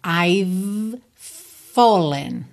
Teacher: V e F são sons feitos no mesmo lugar. A gente tem lábio inferior nos dentes superiores.